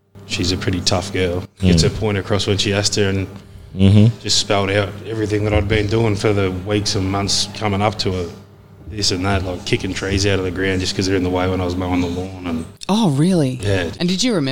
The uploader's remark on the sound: To sit in the cafe and bare their souls in front of a microphone.